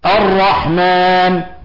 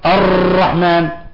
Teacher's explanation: صار اللسان كالشوكة الرنانة، صار عندنا راءات كثيرة، وهذا يعتبر لحن عند القراء · Shown in: second take · Term: التكرير